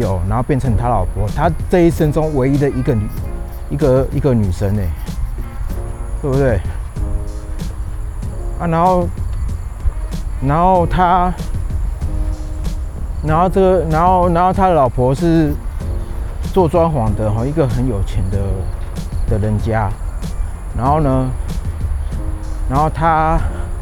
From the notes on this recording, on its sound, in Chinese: 邊走邊講，這晚我在河濱講。本集順便測試戶外的環境收音情形，感覺效果不錯，只是風大會吹爆gain，還好是幾秒時間。